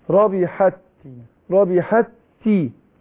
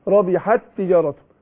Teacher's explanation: ربحت تجارته بقت تاء واحده ربحت تجارته نطقناها ايه تاء واحده، يبقى اضغمنا التاء في التاء في التاء نعم.